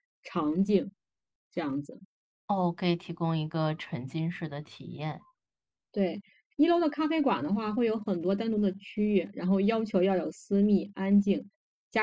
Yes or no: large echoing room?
no